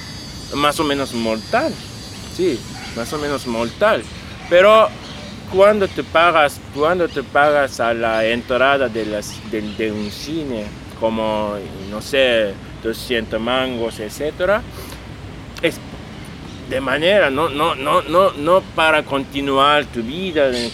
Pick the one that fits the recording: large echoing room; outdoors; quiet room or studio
outdoors